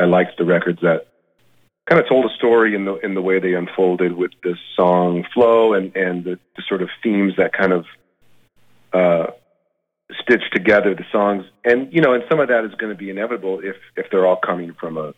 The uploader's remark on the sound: chats on the phone